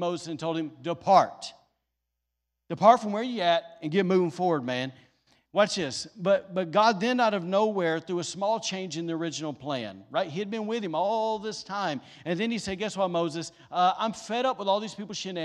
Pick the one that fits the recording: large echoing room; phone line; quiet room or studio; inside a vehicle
large echoing room